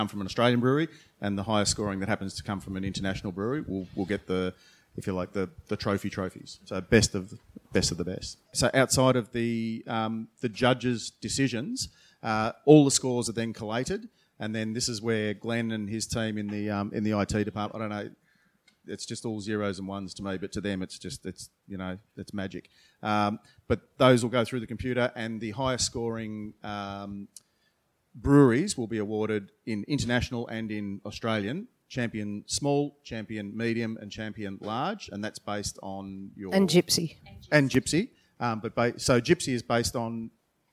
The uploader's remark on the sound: During the recent Good Beer Week in Melbourne, the Cryer Malt trade hub at BeerDeluxe was once again a focus for the brewing industry with a number of important trade discussions taking place. Brews News was able to be there to record some of these panels. This panel, held just hours before the Australian International Beer Awards presentation dinner.